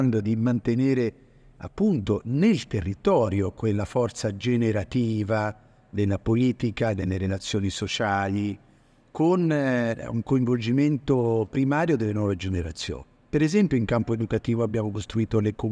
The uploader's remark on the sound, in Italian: Dal Festival nazionale dell'Economia civile di Firenze